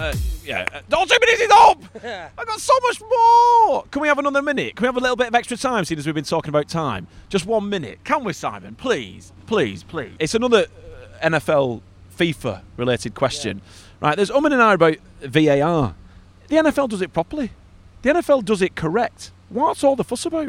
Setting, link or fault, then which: setting, outdoors